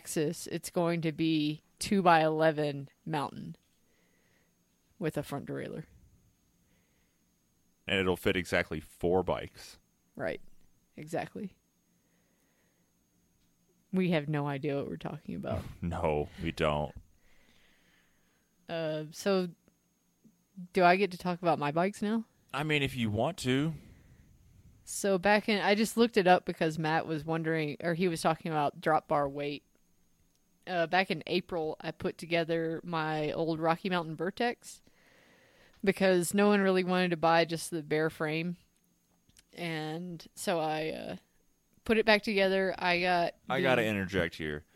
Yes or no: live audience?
no